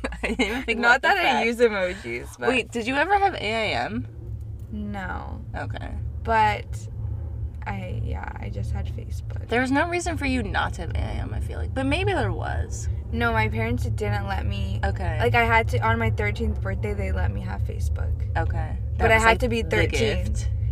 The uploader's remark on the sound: Buckle up, we're in the car again baby.